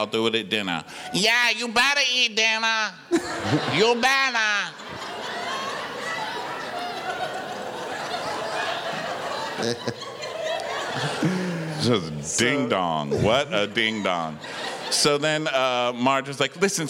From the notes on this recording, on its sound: We're live from The House of Blues in Houston, TX